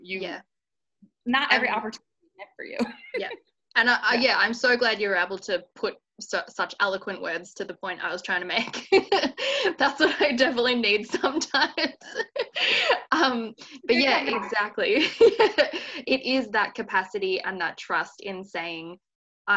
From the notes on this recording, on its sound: I had a really fun, casual chat over Zoom